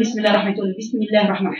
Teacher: مخرج الباء ما بين الشفتين بانطلاقهما واطلاق الباء اقوى من اطلاق الميم